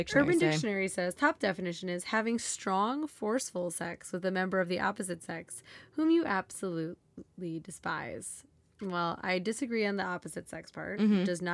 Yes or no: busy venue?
no